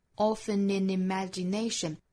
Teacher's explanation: Often 和 in 之间可以连读， in 和 imagination 可以连读